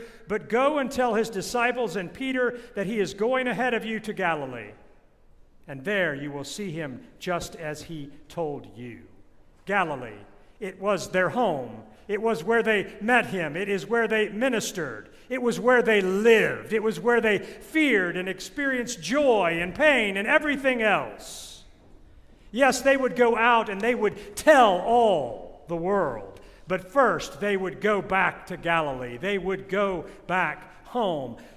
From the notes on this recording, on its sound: This sermon was recorded at St. John’s Episcopal Church in Tallahassee, Florida in 2022 at the Great Vigil of Easter.